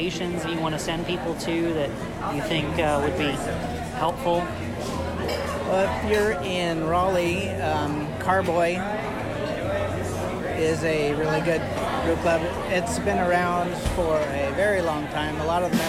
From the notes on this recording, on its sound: We recorded this session at Crabtree Ale House, so forgive the noise.